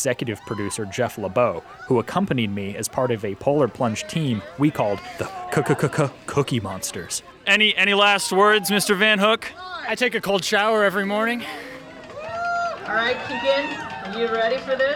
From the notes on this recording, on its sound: We hear from the students at the rally and the pained shouts of the people who participated in the Polar Plunge fundraiser